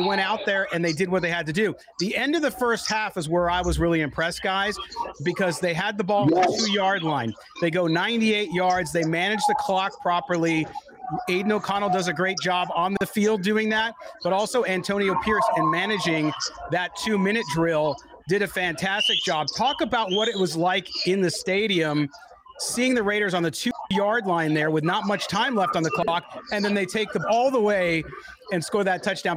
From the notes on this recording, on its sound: live from Allegiant Stadium in Las Vegas